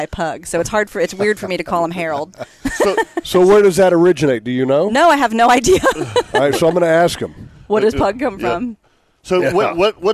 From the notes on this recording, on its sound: The guys were live from the Jacksonville Boat Show on this episode.